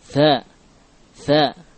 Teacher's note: Dzal yang makhlut bi tha. Dzal tapi tercampur dengan tha, ada sifatul hams.